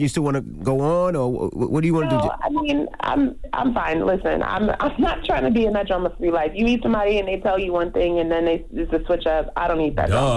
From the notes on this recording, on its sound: Today on the show we opened up the phone lines for a chance for our listeners to shoot their shot at their crush. We opened up the phone lines to see what our listeners thought.